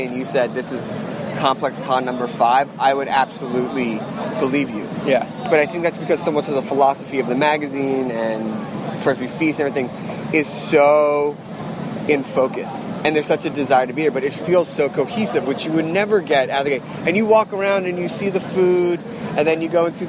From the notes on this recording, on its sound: We're live at ComplexCon with First We Feast. In the second half of the show, we have a live in-studio performance.